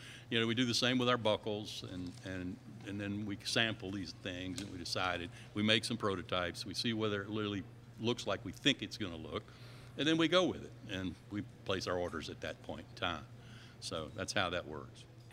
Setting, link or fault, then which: setting, busy venue